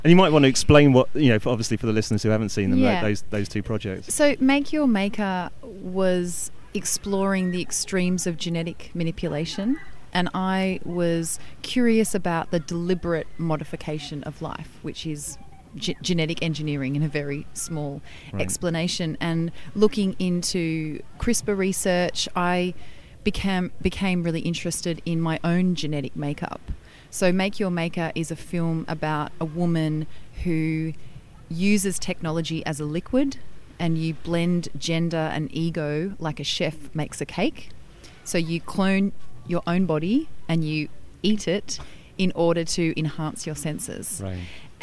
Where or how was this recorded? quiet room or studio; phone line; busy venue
busy venue